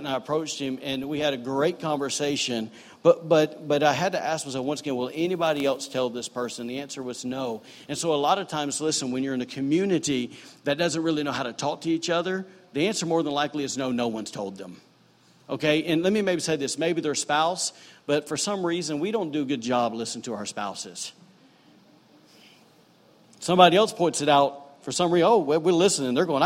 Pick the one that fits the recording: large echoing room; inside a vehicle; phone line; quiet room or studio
large echoing room